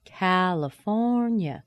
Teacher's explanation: a secondary stress, goes to a weak stress, goes up high to a primary stress, and then drops back down to a weak stress. So it sounds like da, da, da, da, da, da, da, da, as in California. · Term: four-syllable words